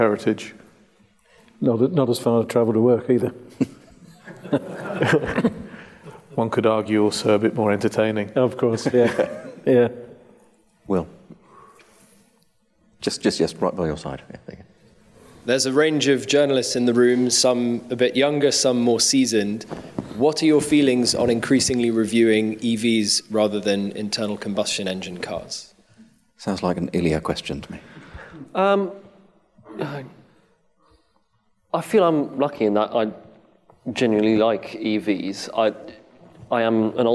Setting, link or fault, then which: setting, live audience